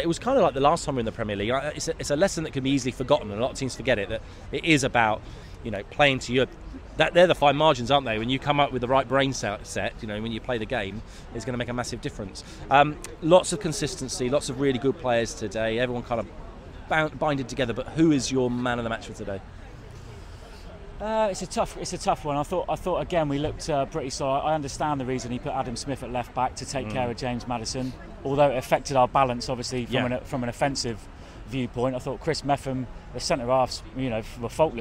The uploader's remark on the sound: Was the man with the microphone as Bournemouth fans reacted outside Dean Court.